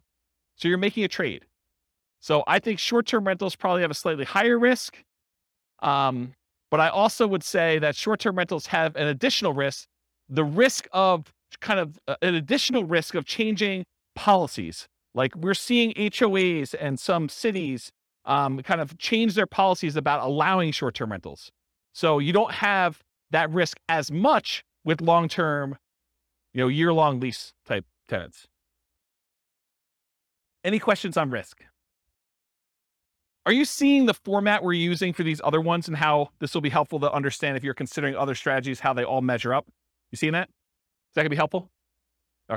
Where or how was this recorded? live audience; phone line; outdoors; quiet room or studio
live audience